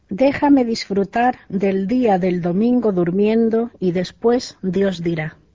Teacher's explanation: D-kirjain on vokaalin välissä pehmeä D.